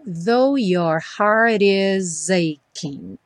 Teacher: aqui a gente tem o T do heart, juntando com is, tendo aquela modificação do som rarara